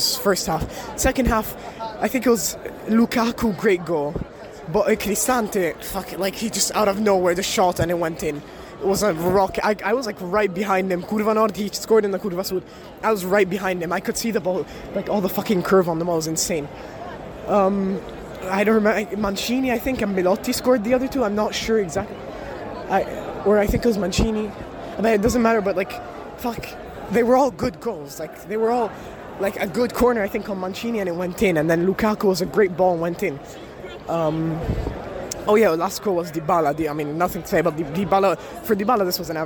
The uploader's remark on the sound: Hear from the stadium right as the Empoli match final whistle sounded